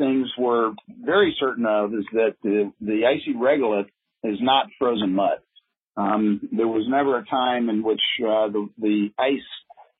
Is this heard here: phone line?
yes